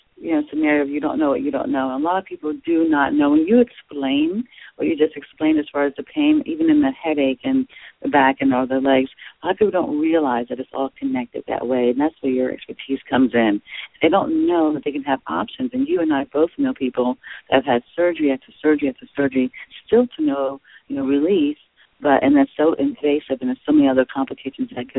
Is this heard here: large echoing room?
no